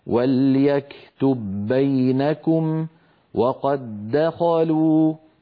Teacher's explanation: أدغمنا الدال الأولى في الثانية فصار النطق بدال واحدة مشددة، ولو وقفنا على الأولى نقول وقد، كذلك المثال الذي قبله وليكتب لو وقفنا، أما لو وصلنا فإننا ندغم وليكتب بينكم وقد دخلوا.